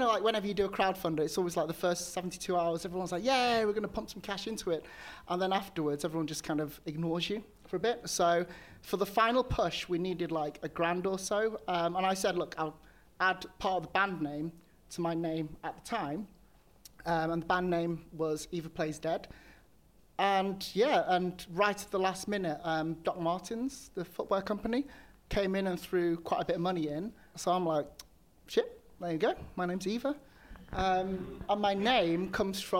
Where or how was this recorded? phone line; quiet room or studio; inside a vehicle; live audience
live audience